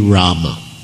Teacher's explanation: every consonant has a sort of a short A after it. So it would be Rama.